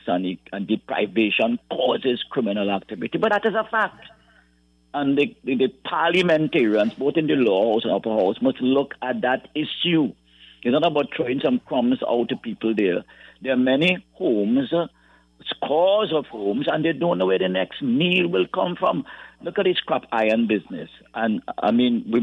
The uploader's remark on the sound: During this hour we take calls from our audience